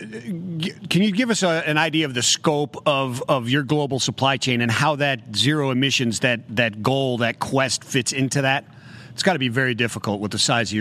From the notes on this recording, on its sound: live from Global Trade Tech Day 2